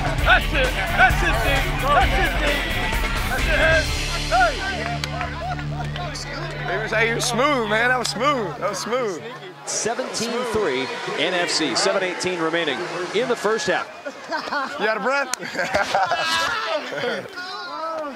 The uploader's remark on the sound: Best Mic'd Up Sounds of Pro Bowl, 2018